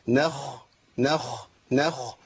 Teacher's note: طبعا الخاء فيها رخاوه، لابد من جر الصوت